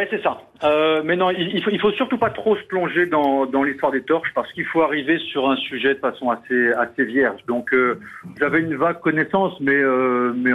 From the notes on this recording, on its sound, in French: Au téléphone avec les Grosses Têtes.